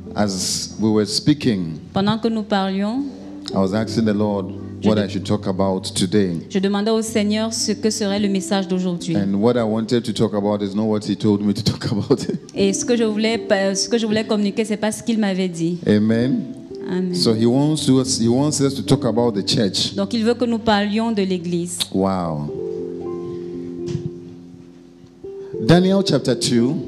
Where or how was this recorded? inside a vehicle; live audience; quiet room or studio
live audience